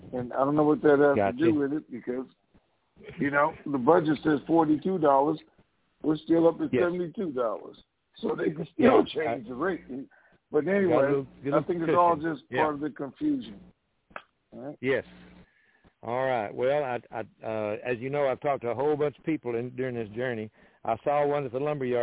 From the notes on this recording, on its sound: TNTSuperfantastic Conference Call